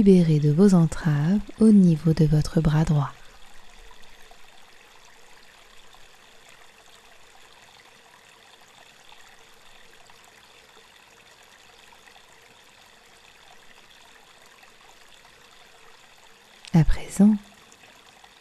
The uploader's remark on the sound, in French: Méditation au son de l'eau. Avec un enregistrement du son de la rivière de ma Normandie de coeur issue d'un petit village perdu dans l'Eure et entourée des libellules Mademoiselles. Vous serez surpris par ce son pur que j'ai pris soin d'enregistrer lors d'une agréable promenade avec mon tendre mari...